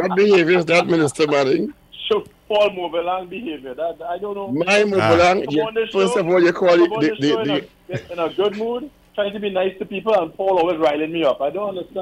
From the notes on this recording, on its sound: we take more calls from the audience